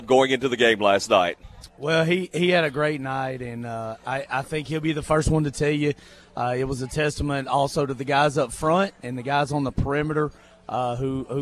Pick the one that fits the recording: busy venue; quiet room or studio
busy venue